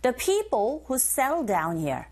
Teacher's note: settled의 d, down의 d, 겹자음이죠. 이런 경우 첫 번째 자음 소리 탈락. 그래서 발음하기 편하게 settled down here 이렇게 하시면 돼요.